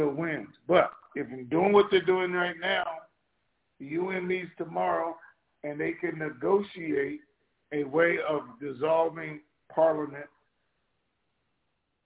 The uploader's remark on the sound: TNTSuperfantastic Conference Call